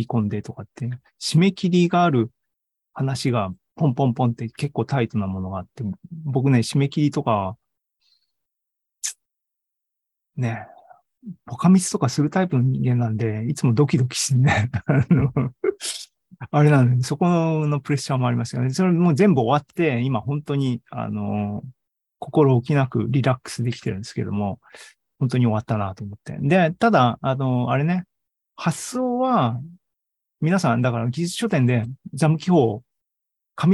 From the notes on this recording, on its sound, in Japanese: ZOOMライブの模様です